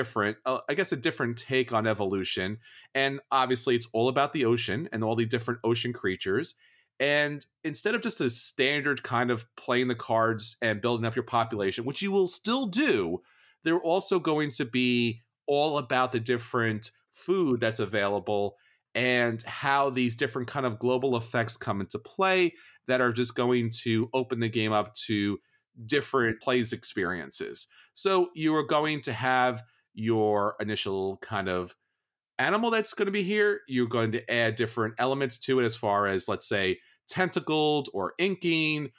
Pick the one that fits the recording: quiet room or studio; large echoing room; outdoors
quiet room or studio